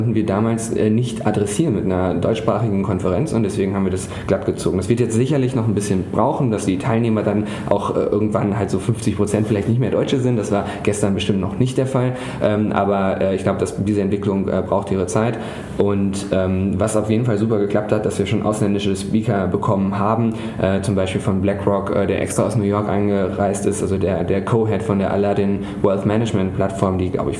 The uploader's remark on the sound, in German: Digital Finance Conference der Bitkom. Panels vom #dgfin19.